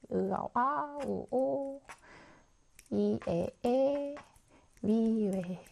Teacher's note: 발음할 때 입술 모양이나 혀의 위치에 변화가 생기지 않습니다. · Term: 단모음